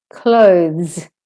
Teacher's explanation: And clothes is hard because you've got to go from a voiced TH to a Z.